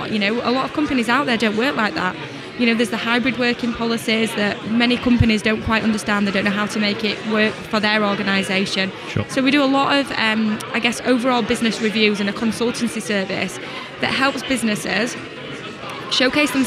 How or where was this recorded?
busy venue